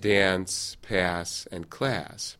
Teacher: And so the footnote here says, instead of this elegant short Italian a in words like ask, some uncultured speakers use a drawling of the short a in such words as dance, pass, class